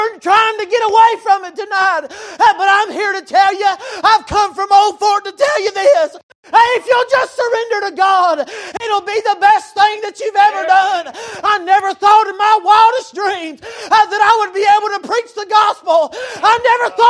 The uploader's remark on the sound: Recorded March 15, 2023 - Wednesday Evening Service